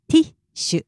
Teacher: In between the T and the shoe, there's a slight pause.